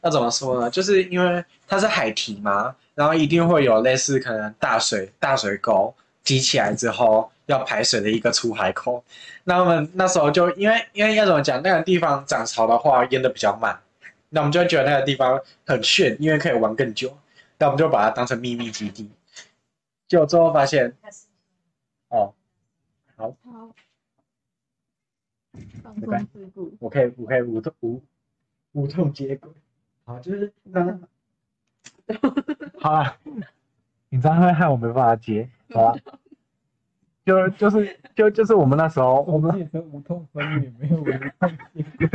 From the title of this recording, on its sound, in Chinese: 音質差請見諒